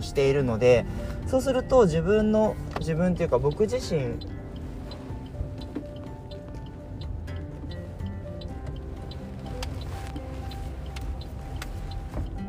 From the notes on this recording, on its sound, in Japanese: 車を運転しながらお届けしています途中運転に集中して無言になります